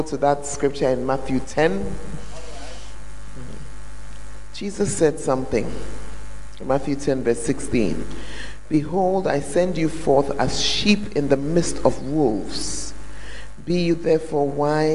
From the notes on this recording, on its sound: Preached at the Tuesday Service